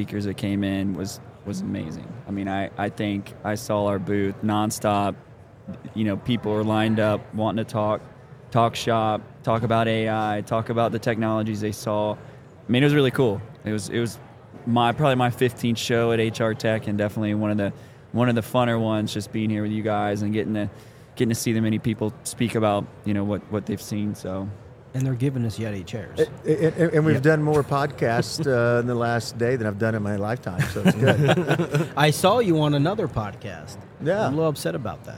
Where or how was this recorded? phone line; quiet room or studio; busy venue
busy venue